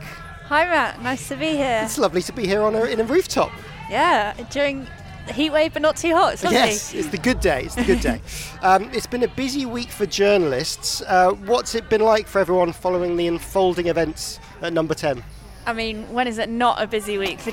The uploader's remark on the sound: A special LIVE edition recorded from the rooftop of The Broadcaster at the Television Centre.